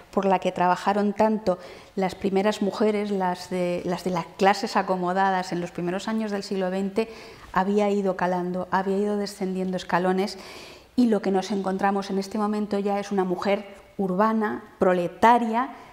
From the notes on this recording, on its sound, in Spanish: Dentro del Ciclo de Conferencias que el Teatro de la Zarzuela programa en colaboración con la Asociación Amigos de la Ópera de Madrid. La conferencia fue grabada en el Teatro de la Zarzuela en octubre de 2020.